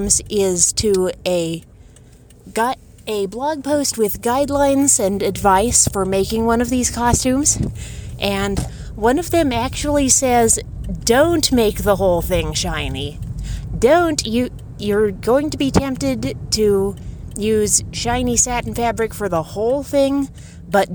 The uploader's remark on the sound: This blog post is also backdated to approximately the time I was recording this episode on my phone.